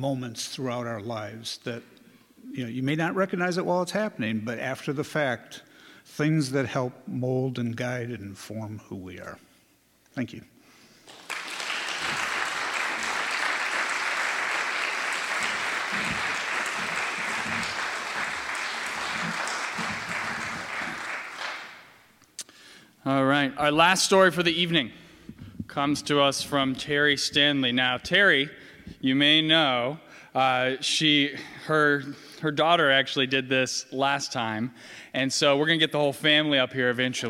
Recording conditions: live audience